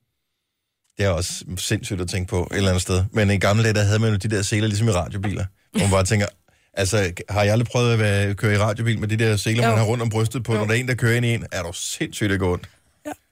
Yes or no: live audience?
no